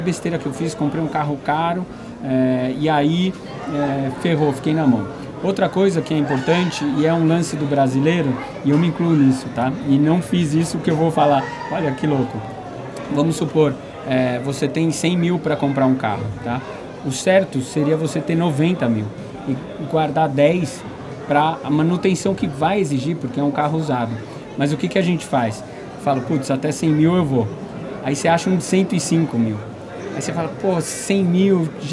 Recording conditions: busy venue